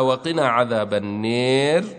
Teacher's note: فإذا وقفنا على قوله تعالى: وقنا عذاب النير، نميلها، ولا يمنع هذا الإسكان إمالة الألف لأنه عارض لأجل الوقف